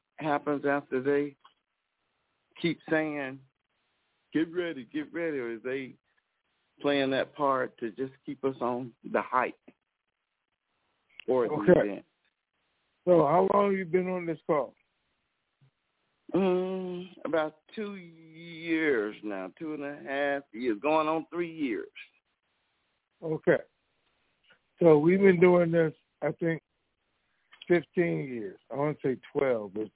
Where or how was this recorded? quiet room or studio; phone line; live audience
phone line